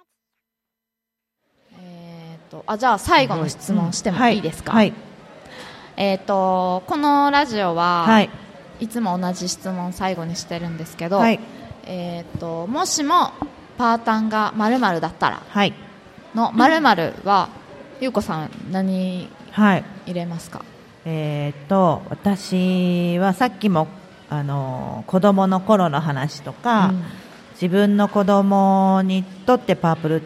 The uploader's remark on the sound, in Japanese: 楽しく公開収録